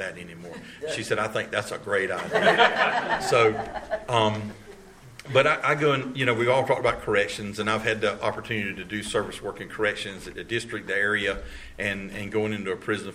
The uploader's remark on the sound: at the 3rd Practice These Principles Conference in Cary NC on Dec 9 2023